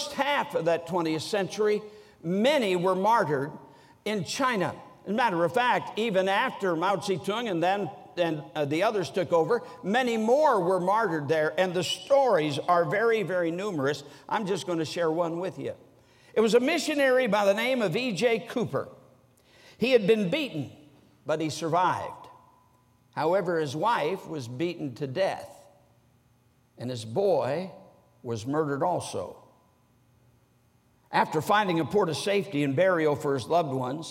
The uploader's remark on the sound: during the Monday Evening service of the 47th Annual Stewardship and Missions Conference on October 16, 2023, at North Valley Baptist Church in Santa Clara, California